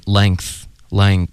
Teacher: 你们听到 length 有一个科的音爆进这个 th 的音